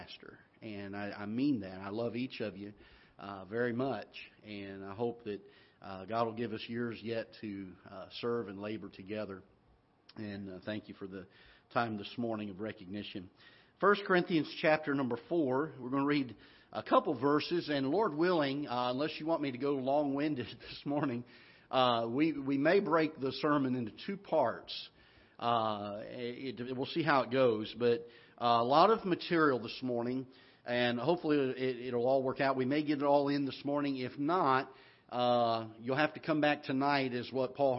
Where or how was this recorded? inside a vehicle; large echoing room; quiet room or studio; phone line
large echoing room